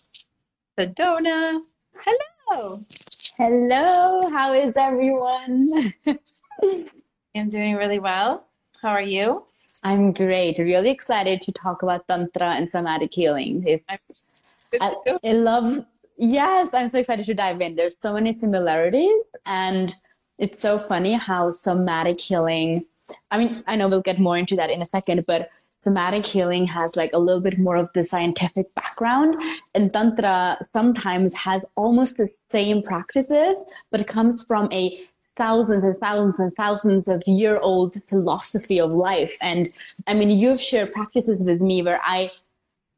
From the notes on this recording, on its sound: This episode is an IG Live turned into Podcast.